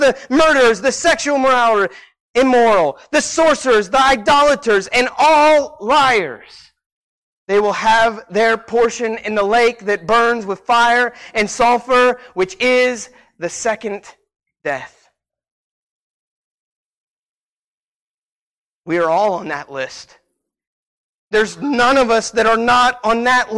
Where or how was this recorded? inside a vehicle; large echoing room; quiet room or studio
large echoing room